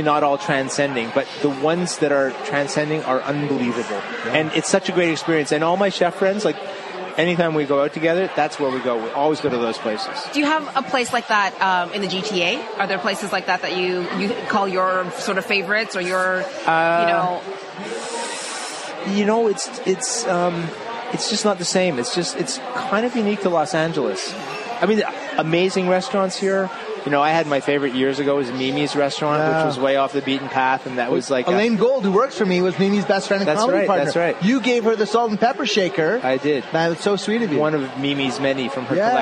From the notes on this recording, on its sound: Broadcasts live from the 25th anniversary of Toronto Taste.